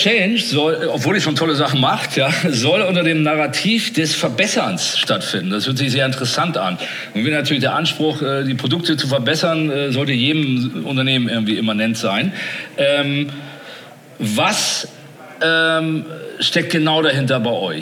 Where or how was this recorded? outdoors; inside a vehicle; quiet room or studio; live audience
live audience